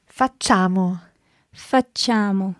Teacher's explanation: although there's an I written down there, the I's just there to make the C soft. So you don't actually pronounce it. A lot of people say facciamo, but sì, it's not that.